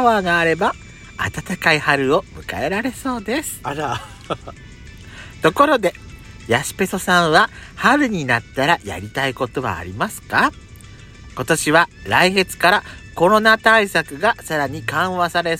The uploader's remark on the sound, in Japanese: パーキング収録